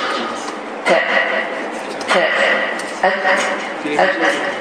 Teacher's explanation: Dilimizin ucunu. Yukarı, kesici, dişlerin damağına tokundurmakla ince bir şekilde ve hems sifatine malik olan bir herif çıkır